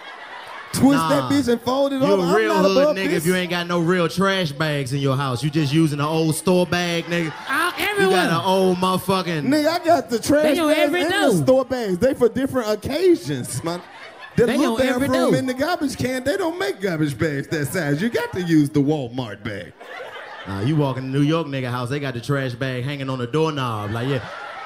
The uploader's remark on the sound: The New York City Roast Session Show. The 85 South Show took the live show to New York for two sold out shows. In the second sold out show from The Big Apple!